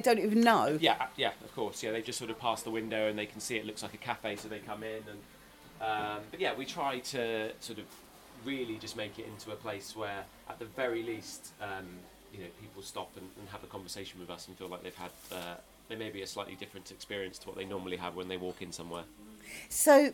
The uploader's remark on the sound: went along to the Brixton Pound Cafe on Atlantic Road for a cup of coffee.